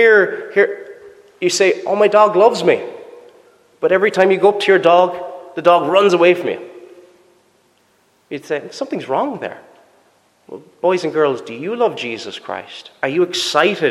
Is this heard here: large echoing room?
yes